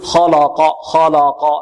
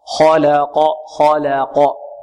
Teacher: نحذر من تفخيم ماذا؟ اللام، لأنها وقعت بين مفخمين · Shown in: second take